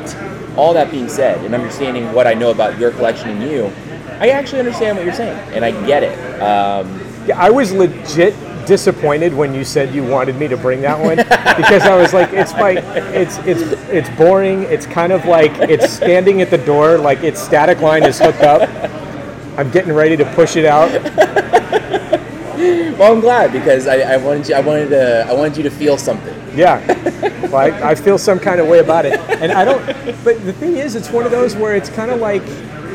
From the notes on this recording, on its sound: live at Ogopogo Brewing in San Gabriel to record their installment of the WatchPodCollective "Doppelgänger" series